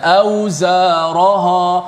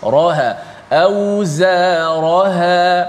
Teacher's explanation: sepatutnya ra yang tebal ha nipis · Shown in: second take